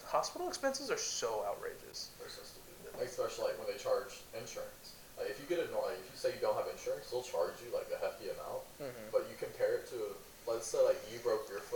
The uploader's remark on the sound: We are still getting use to our equipment so some minor technical issues